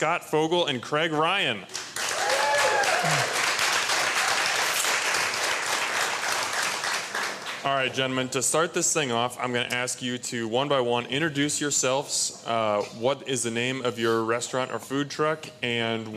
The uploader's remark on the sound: LIVE BBQ Bash